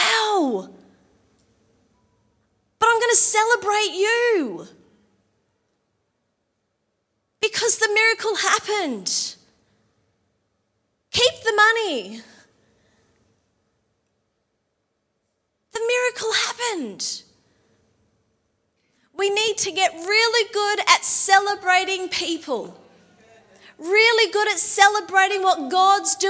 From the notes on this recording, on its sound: LIVE at Echo Church.